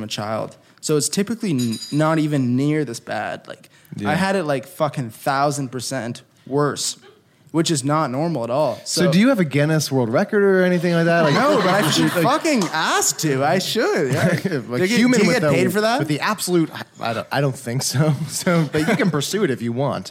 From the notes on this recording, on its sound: Live from The Art Bar. It's a Live Show Double Header!